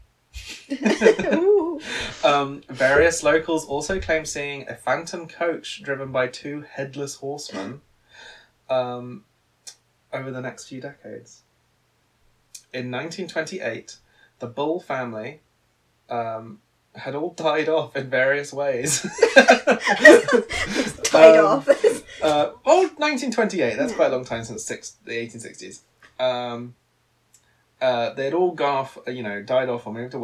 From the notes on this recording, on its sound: Our sound quality isn't the best right now...